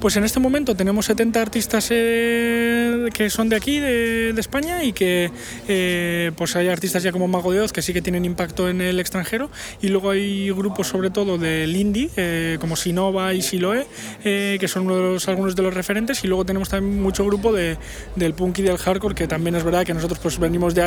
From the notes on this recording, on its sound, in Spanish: Desde el Primavera Sound Festival de Barcelona. En este episodio os hablo desde el Primavera PRO, la edición para profesionales de la industria musical dentro del festival Primavera Sound de Barcelona 2022.